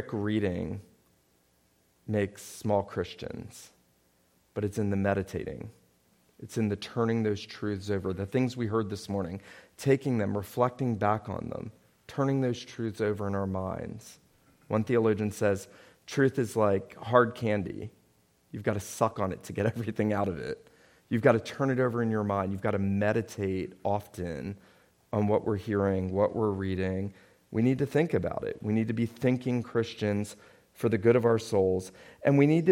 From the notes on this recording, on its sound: This sermon was preached at Wayside PCA on Signal Mountain, TN